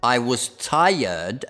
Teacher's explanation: non si pronuncia l'R in tired